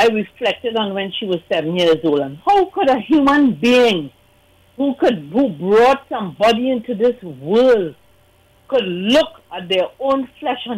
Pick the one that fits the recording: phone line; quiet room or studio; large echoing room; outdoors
phone line